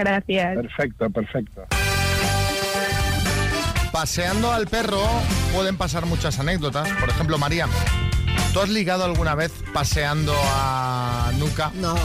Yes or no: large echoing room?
no